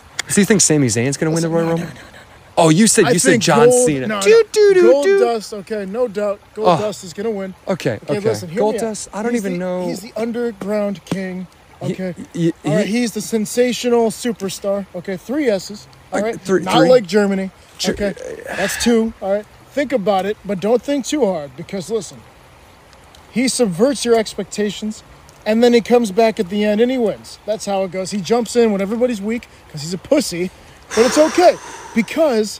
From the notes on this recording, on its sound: recording in the woods, but this time, it's winter